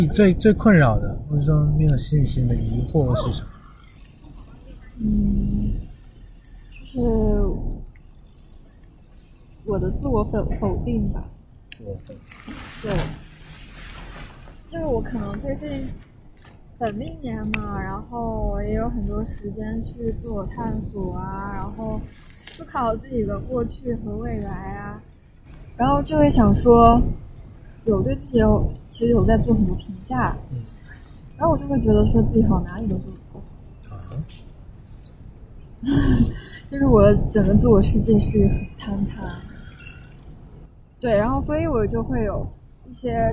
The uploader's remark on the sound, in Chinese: 本期节目在户外录制，所以杂音可能比较多，请听众朋友见谅。